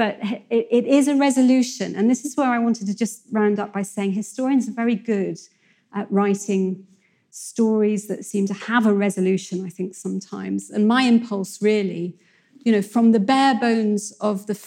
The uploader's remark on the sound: In a lecture she delivered at our 2019 Chester History Weekend